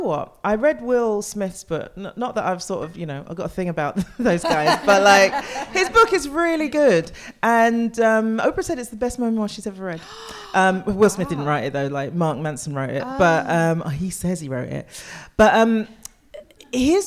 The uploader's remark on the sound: Live at the Turner Contemporary as part of the Margate Bookie literary festival. Live at the Turner Contemporary as part of the Margate Bookie literary festival.